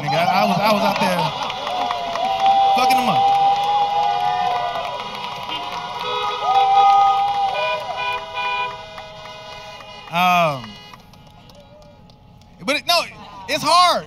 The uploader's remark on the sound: taped during a pandemic at the historic Rose Bowl in Pasadena